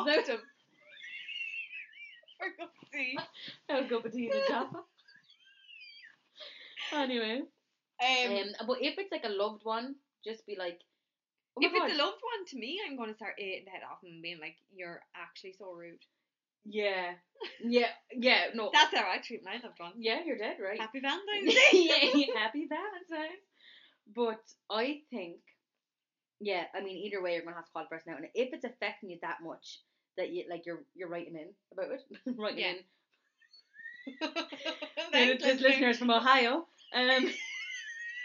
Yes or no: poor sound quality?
yes